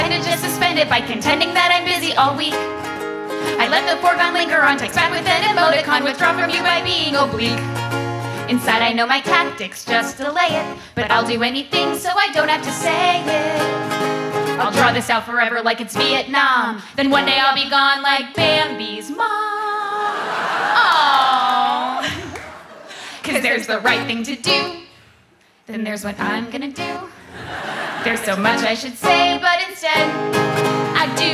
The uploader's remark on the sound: These performances from our recent live show